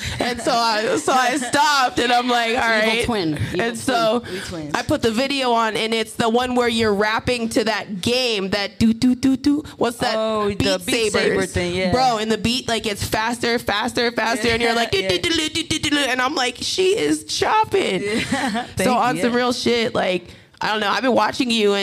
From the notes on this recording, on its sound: Recorded in front of a live studio audience at Harambe Cafe.